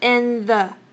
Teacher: 把那个舌尖的那个要顶的地方直接移到原本的 th 的音，等于是 in the 等于是你把你那个顶的位置直接省略，然后连到 th 的音 in 有点像 in。有没有发现我的 n 呢不再是 n 而是 in 直接连 th，所以变成 in the 有发现那个差别吗？可以看看自己的舌头，然后去想一下，然后他就会念的这样好了以后就会念很快 in the